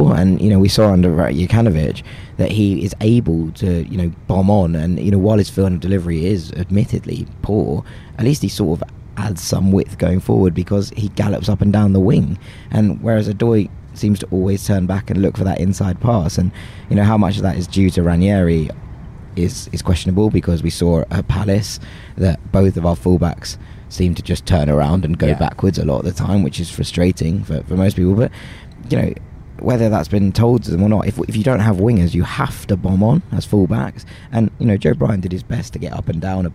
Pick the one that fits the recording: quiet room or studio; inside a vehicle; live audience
inside a vehicle